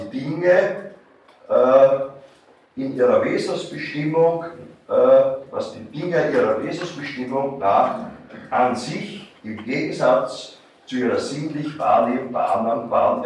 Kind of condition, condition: setting, large echoing room